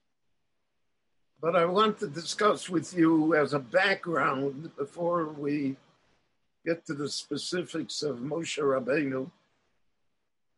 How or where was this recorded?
video call